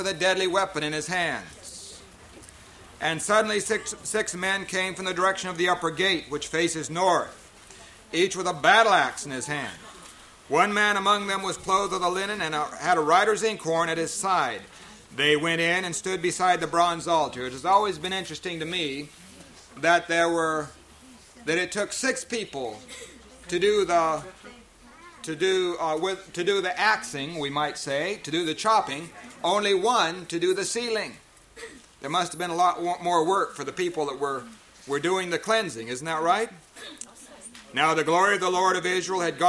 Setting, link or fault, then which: setting, live audience